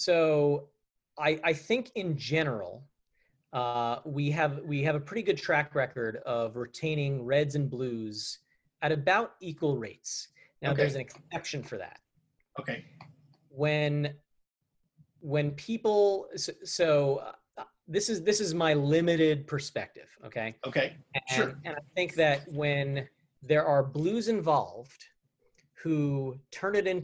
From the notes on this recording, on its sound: This is our first Zoom podcast.